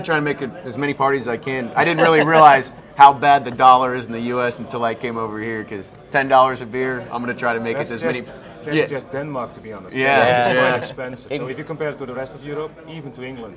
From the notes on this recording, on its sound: LIVE From VMworld 2010 Europe. LIVE at VMworld 2010 in Copenhagen! We recorded this live episode of vChat from the VMworld news desk.